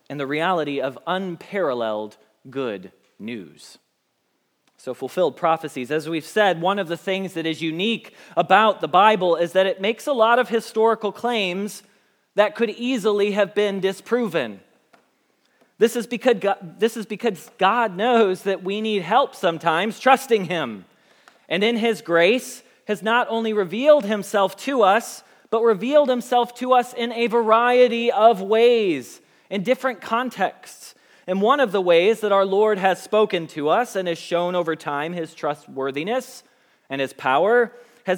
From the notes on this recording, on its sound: Message Preached at Valley Creek Church